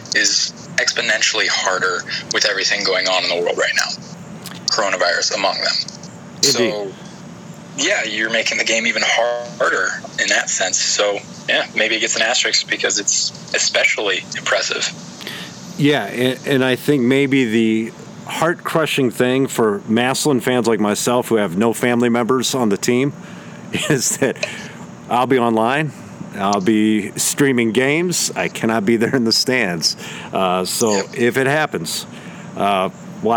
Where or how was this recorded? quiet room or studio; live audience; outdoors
outdoors